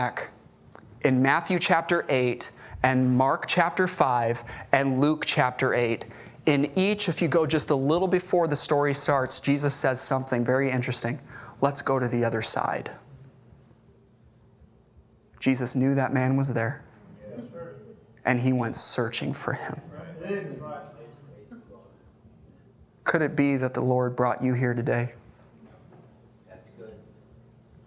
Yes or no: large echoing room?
yes